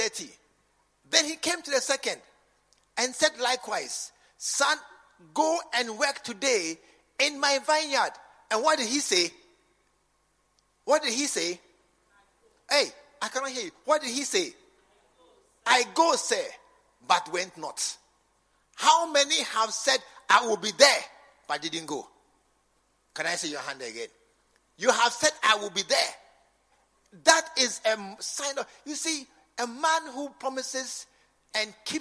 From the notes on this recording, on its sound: preached at the True Vine Cathedral, Bantama